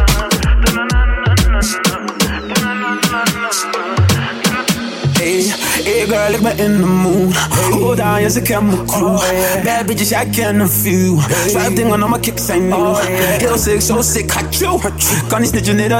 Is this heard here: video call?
no